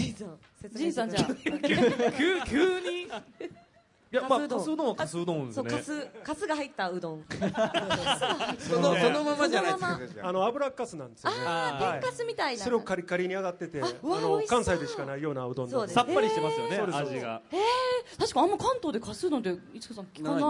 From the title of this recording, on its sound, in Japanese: 大阪・松原市で行われた公開録音（前半）の模様